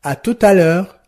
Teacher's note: Dans ces expressions figées, la liaison est également obligatoire.